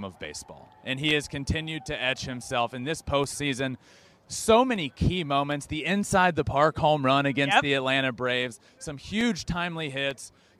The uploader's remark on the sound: WORLD SERIES POST GAME SHOW LIVE FROM MINUTE MAID PARK.